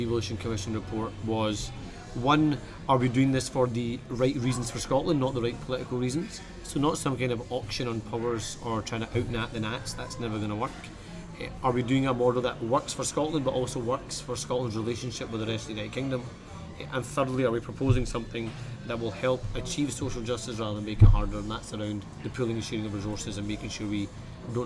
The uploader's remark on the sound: Recorded in Hemma in Edinburgh, 7th August 2014.